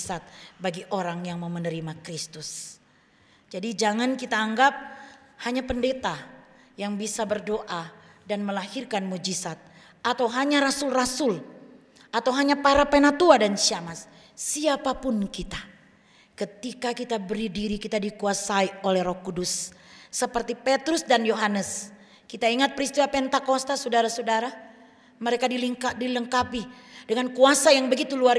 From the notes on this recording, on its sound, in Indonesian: Rekaman Kotbah dan Doa Syafaat Ibadah Minggu GKI Kalvari